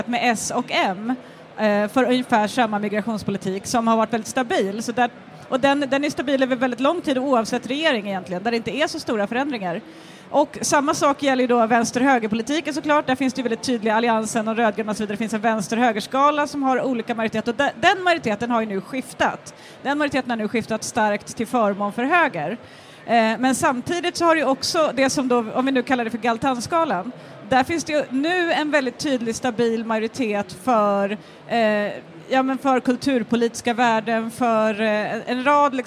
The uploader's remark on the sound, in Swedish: Live från Bokmässan. Inspelar inför publik på Bokmässan.